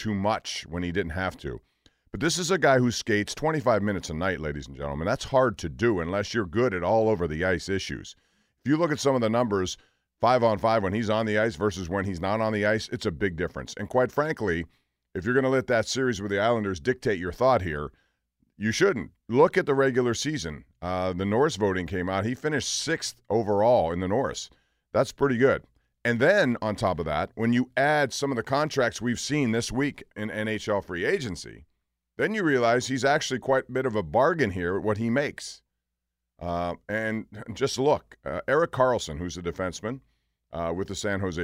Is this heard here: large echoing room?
no